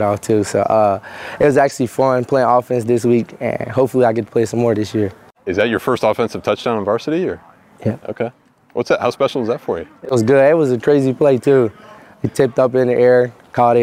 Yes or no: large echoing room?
no